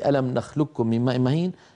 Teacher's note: لذلك كان أشياخنا يرون أن يكتفى بإدغام القاف في الكافي في كلمة ألم نخلقكم من ماء مهين بالإدغام المحض مستكمل التشديد، يكون النطق بكاف خالصة لا يبقى للقاف أثر